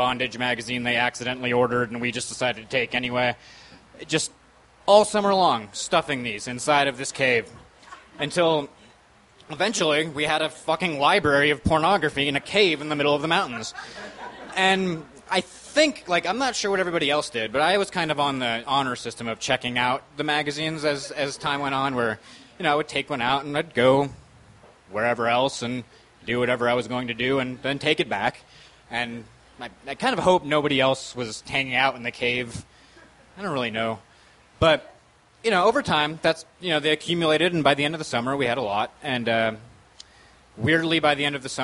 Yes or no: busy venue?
yes